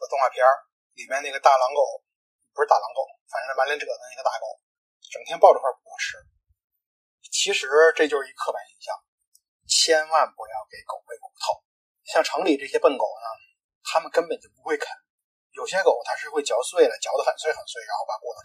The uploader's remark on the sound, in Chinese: 第一次做，本期节目音质不佳。